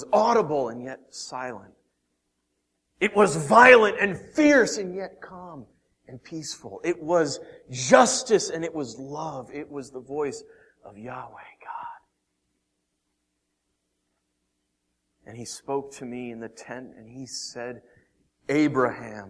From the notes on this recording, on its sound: Originally preached April 19th & 20th 2014 at The Orchard Church. Originally preached April 19th & 20th 2014 at The Orchard Church.